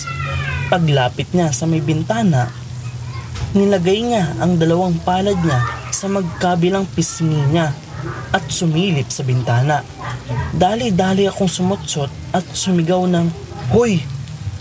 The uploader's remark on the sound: Relaxing rain sound in the background too!